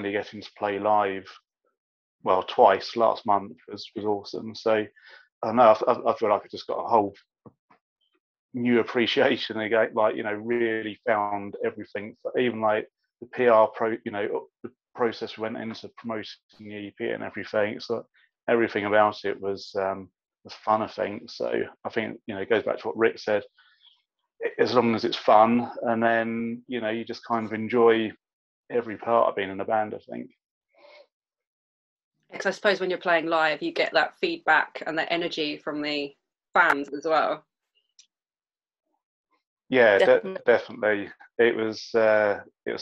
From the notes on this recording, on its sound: I sat down over Zoom